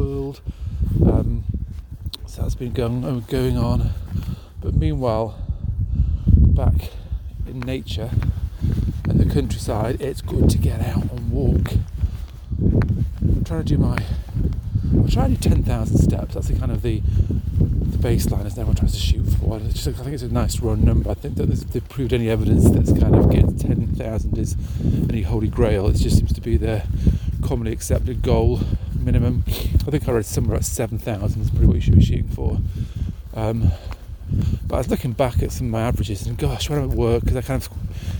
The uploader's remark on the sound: Today's walk is another cold one